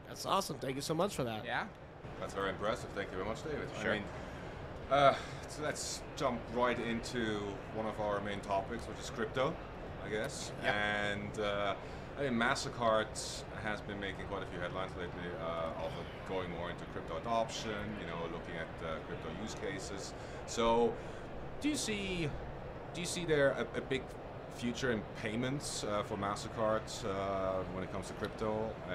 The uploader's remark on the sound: Recorded at Money 20/20 in October 2022.